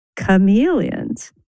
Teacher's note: You notice how on chameleons, our voice kind of went up.